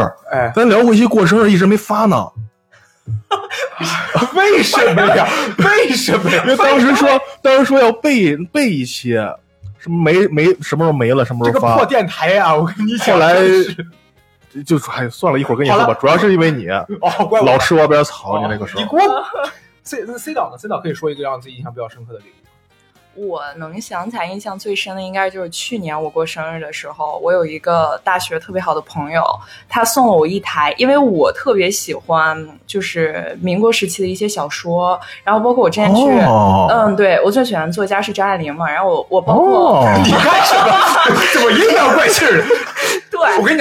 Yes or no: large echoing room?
no